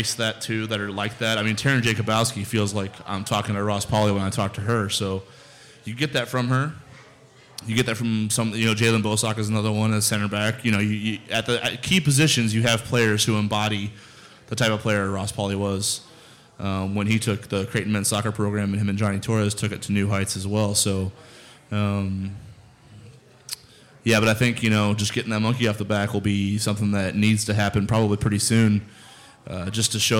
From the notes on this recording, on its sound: LIVE from Scriptown Brewing in Omaha!